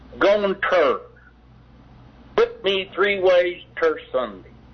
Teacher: you take the word to and put an R on it